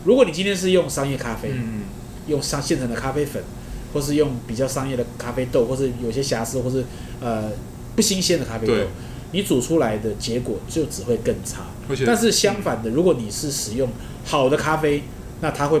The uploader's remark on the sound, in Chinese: 本集白噪音指數：蚊風級 1/5。錄音地點： 一步一步來 - Kopi Ibrik。